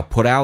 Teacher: put 跟 out 有连音叫 put out